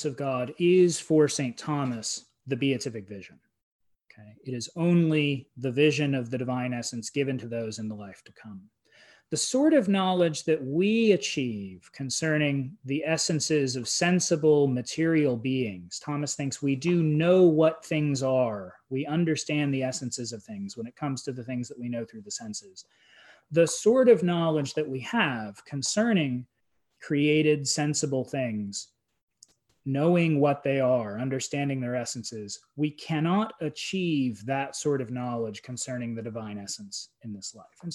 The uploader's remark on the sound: A webinar lecture